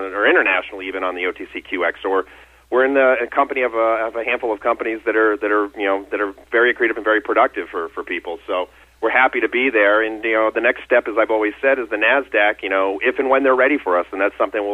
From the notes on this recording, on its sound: called in to SmallCapVoice